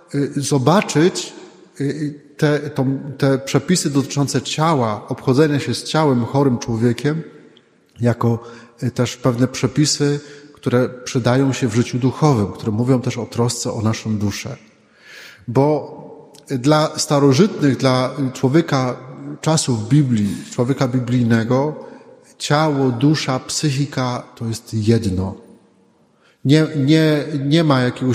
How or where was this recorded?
large echoing room